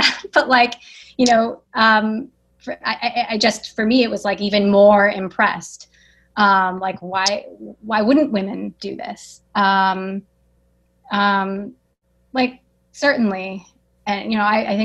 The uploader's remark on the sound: Posting the audio recording of our Book Club Zoom session